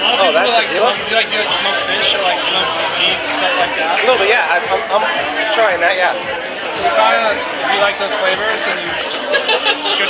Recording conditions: busy venue